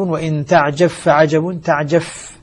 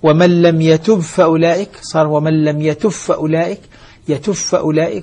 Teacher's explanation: إذا أدغمنا الباء سوف تسقط بذاتها وصفاتها، فلا قلقلة فيها ولا صفة من الصفات المعتبرة اللازمة الذاتية التي تكون فيها، لأن الإدغام سيكون كاملا.